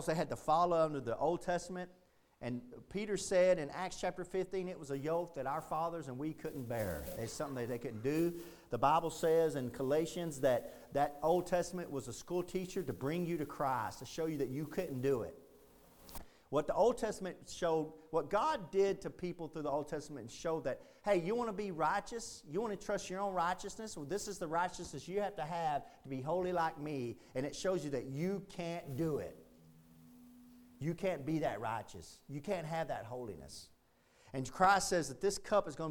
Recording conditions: large echoing room